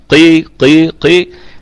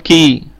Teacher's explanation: مستحيل أن أكون أقول قا وبعدين لما أكسر أقول كي، يبقى احنا تركنا أصلا المخرج ورحنا لمخرج آخر · Shown in: first take · Term: القاف